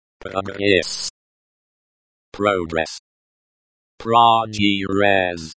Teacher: The stress is on the second syllable.